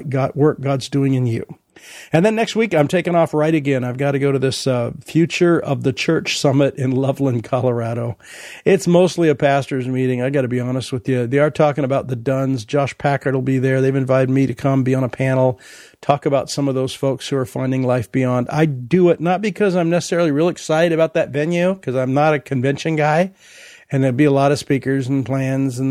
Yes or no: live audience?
no